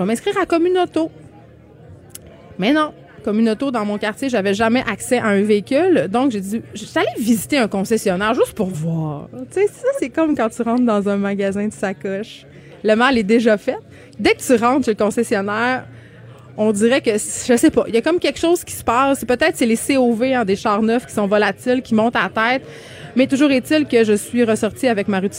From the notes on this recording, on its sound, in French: En direct du Salon de l'auto de Montréal